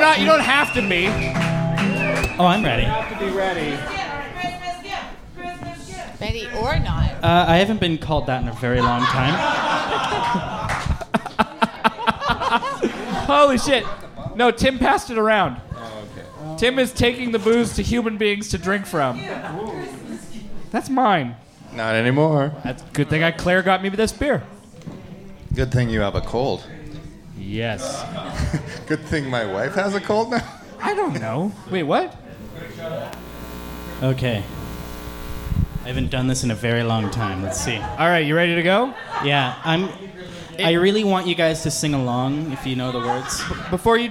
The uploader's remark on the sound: The Christmas special of the live podcast. An unprecedented round-table. At Edmonton’s loosest, gut gushing-est, and Dostoyevskyesque-est live podcast recording.